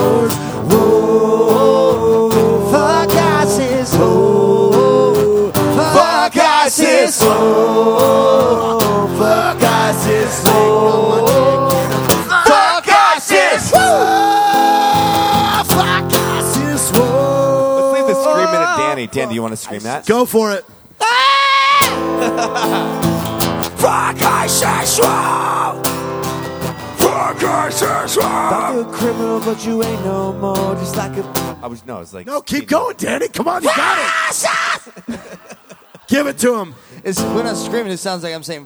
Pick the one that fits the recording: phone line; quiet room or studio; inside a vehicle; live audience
live audience